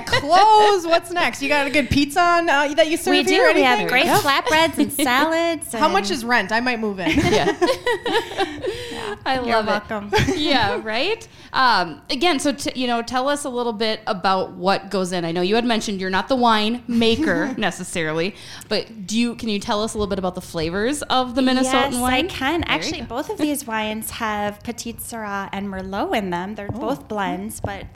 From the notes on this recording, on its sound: Live from 7 Vines Winery. Bringing it to you live from the 7 Vines Winery. We talk to the owner of 7 Vines Winery.